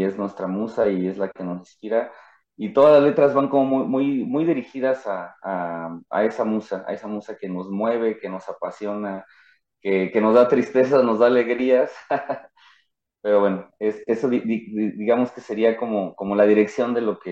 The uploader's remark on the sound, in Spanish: Charlamos via zoom